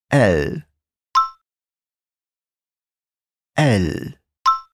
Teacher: Em alemão, o som do L é bem marcado e a gente leva a língua lá nos dentes para falar.